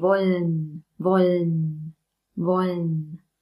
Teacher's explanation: Das L wird mit der Zungenspitze vorne oben gebildet, hinter den oberen Schneidezähnen.